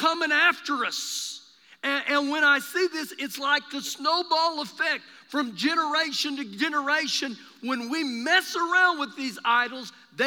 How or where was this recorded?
large echoing room